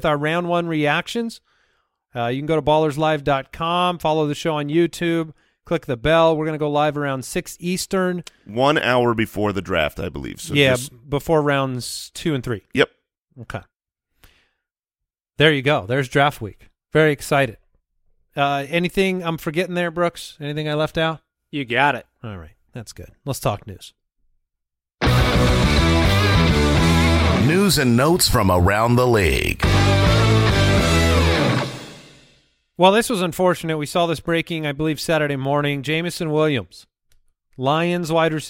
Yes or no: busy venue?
no